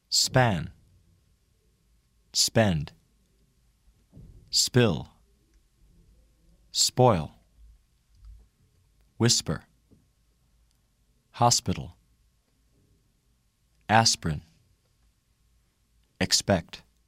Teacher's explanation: Do not make the puff of air when p directly follows the sound s at the beginning or in the middle of a word.